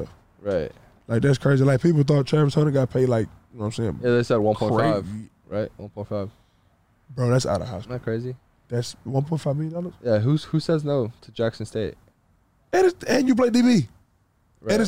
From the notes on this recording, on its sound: In the truck. Due to power outage audio improves at 27 min.